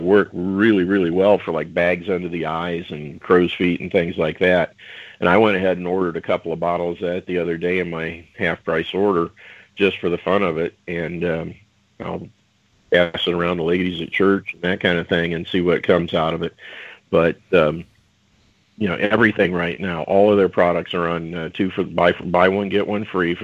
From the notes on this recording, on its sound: Had some problems with Skype, I think, today and our ability to take callers. Skype to Skype calls could get through however so we had a good group.